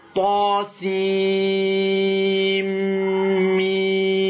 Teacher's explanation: حصل إدغام للنون في ماذا؟ في الميم، فذهبت النون. وسمي مثقلا لثقل النطق به، هنالك ثقل.